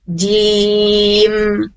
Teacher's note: Nah, mimnya masuk ke hidung ke sini karena dia mim itu adalah mempunyai dua makhraj, bibir sama hidung ya. Jadi langsung di bibirnya langsung masuk ke hidung. · Term: huruf mim